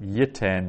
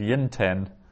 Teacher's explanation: the nun may be absorbed into the following root letter · Shown in: first take